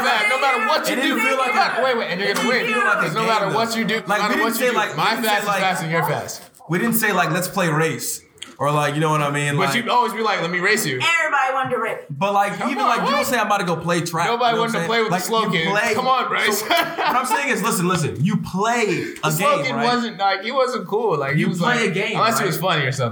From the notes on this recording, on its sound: Live from the Gaylord Hotel. We found a space in an unlikely setting. During a busy evening during Katsucon. We were live on location of the convention with all types of characters around us.